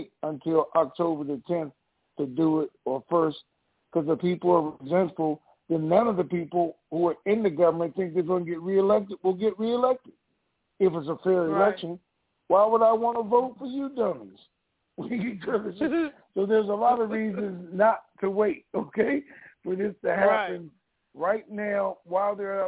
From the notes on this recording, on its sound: TNTSuperfantastic Conference Call